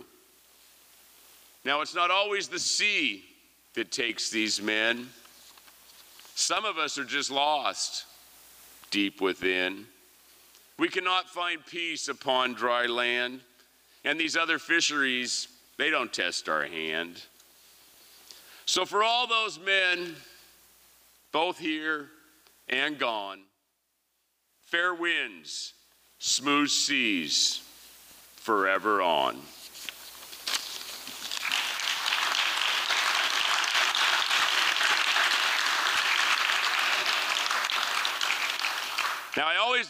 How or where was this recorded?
live audience